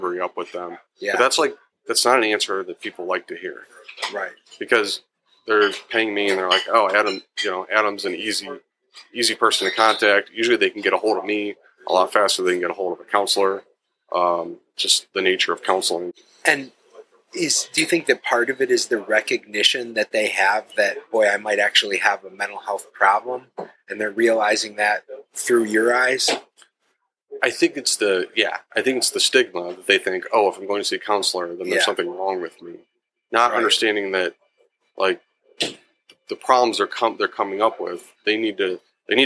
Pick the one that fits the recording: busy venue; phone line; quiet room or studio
busy venue